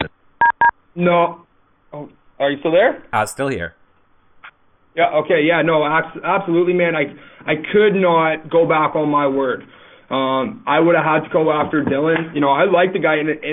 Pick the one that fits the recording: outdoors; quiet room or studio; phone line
phone line